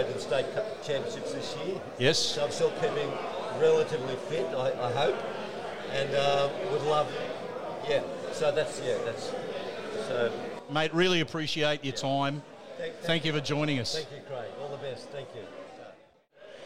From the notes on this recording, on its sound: Sounds From The 2023 BGA Reunion Luncheon. Was working the microphone as he caught up with a cracking group of former players and officials.